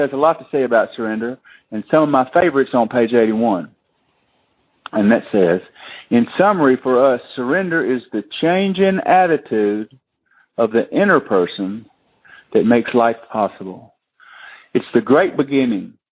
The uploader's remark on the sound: Monday Noon Phone Speakers Series